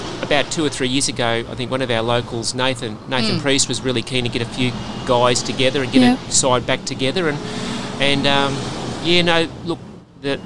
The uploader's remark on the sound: LIVE from Autopro Robinvale. You have all of the ambience of being out on Bromley Road during construction.